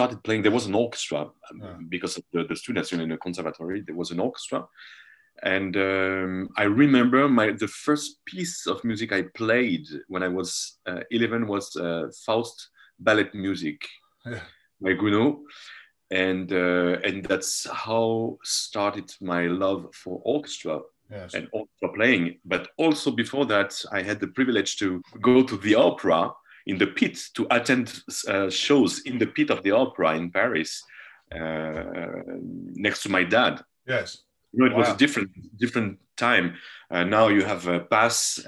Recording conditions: video call